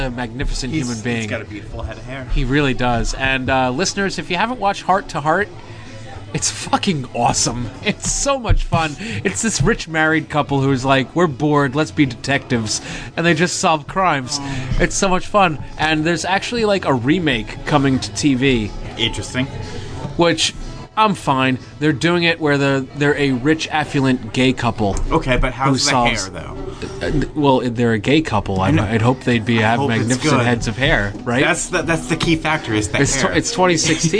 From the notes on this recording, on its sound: A special episode recorded partially live from The Office Lounge in New Jersey.